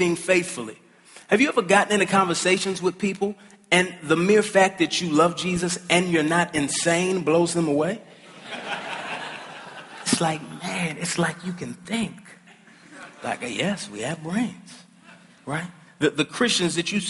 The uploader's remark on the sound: At the ERLC National Conference